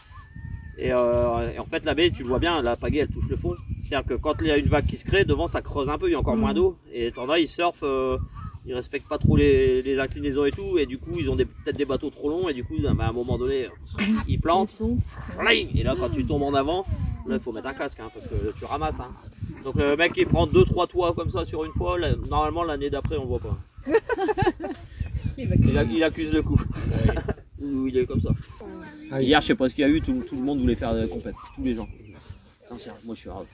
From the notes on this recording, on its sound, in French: Episode spécial Festival de l'Oiseau en Baie de Somme. Découverte de la plage d'Ault et interviews.